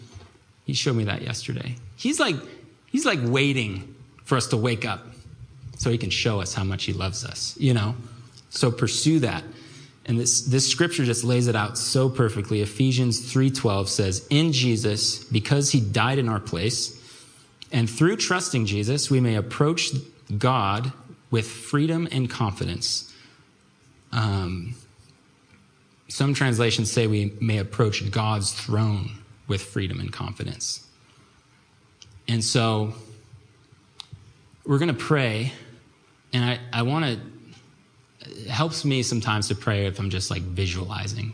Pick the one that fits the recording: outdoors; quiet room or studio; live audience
live audience